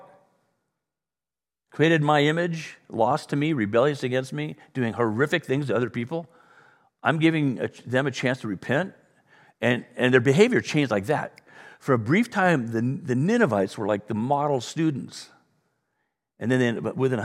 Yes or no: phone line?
no